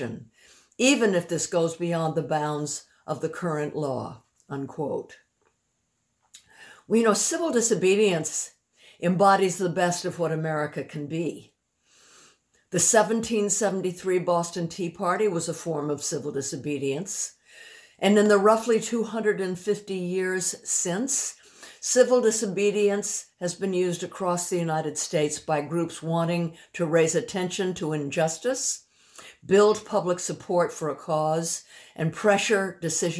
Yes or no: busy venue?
no